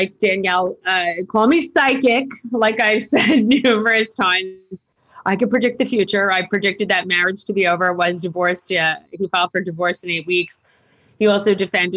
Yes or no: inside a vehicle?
no